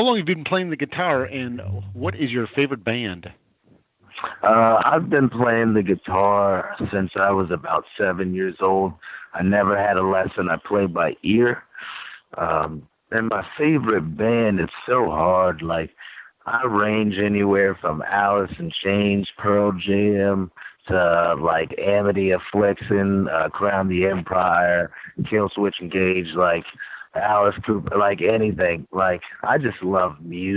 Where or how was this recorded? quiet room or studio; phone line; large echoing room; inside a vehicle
phone line